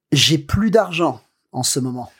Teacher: And note that S there on plus. We have to pronounce it because it's more time.